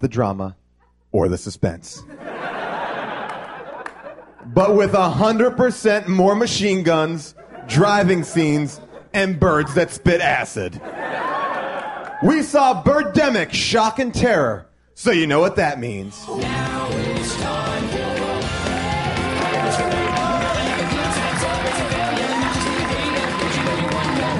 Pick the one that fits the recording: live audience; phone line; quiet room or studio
live audience